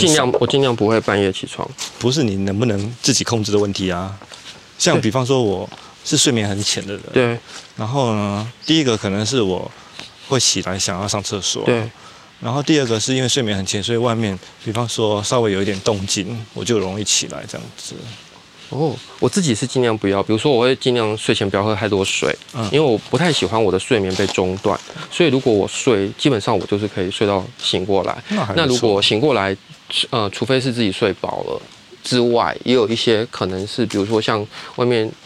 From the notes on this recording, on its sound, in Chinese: 這一集是戶外，地點是瑞芳和九份。在風光明媚的山路裡邊走邊聊。節目中能聽到收錄進來的環境音，有風聲、水聲、鳥叫聲和觀光客的腳步及說話聲。